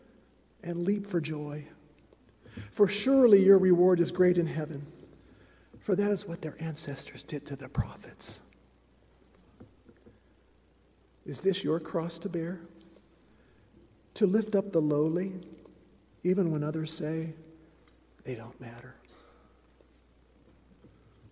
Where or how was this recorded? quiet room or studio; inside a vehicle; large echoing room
large echoing room